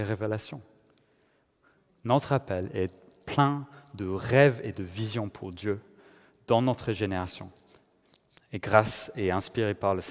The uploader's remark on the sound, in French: Enregistré à l'église CVV, le 31/01/2021